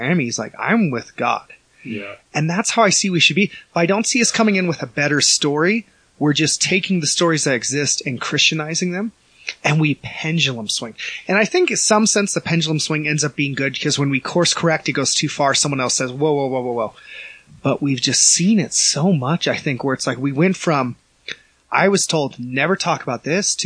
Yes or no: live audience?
no